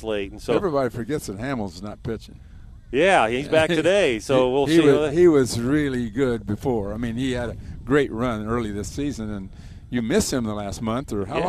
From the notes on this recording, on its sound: Live from Illini football practice.